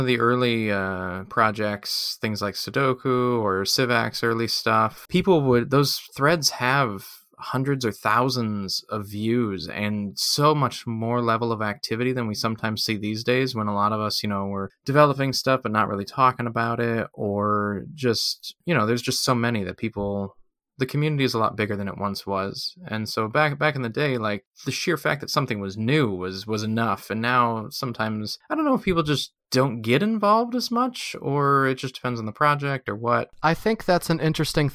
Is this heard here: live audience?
no